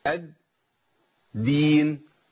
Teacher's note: طب احنا ما قلقلناش ليه؟ لان الدال هنا شددت فما ينفعش نقلقل · Term: صفه الشده